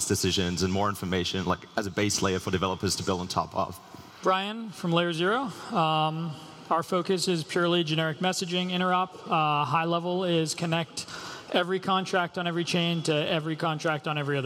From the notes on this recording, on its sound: Live from Breakpoint 2021